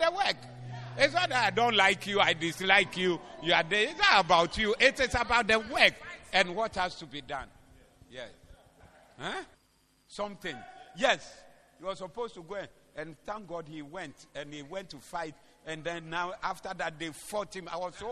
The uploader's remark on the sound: Preached at The Proton Convention Day 2 at Berekuso LCI.